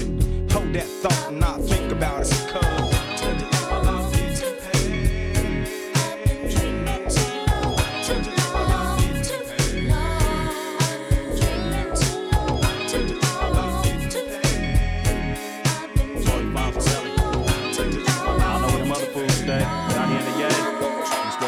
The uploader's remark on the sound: Originally broadcast live on February 27, 2017 from the storefront of The Late Late Bar on Houston Street in New York City.